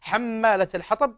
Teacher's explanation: قلقلة الباء في كلمة الحطب، وهي قلقلة كبرى